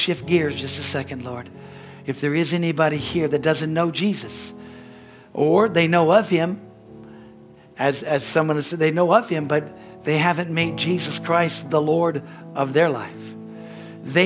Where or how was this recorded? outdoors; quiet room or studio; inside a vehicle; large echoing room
large echoing room